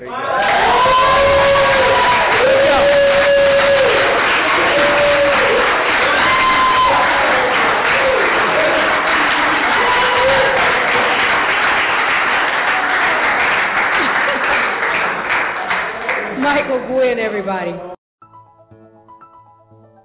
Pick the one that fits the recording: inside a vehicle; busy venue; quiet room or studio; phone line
busy venue